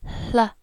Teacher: you're breathing first and then having the L come last.